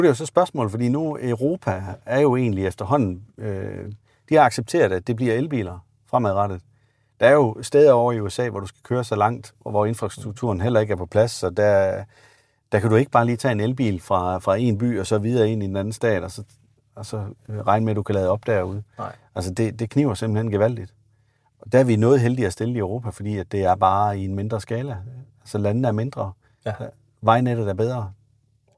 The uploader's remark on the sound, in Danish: Episoden er optaget i en Audi Q8 E-tron Sportsback